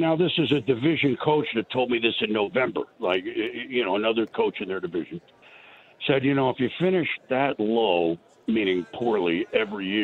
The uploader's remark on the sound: live on Radio Row from Los Angeles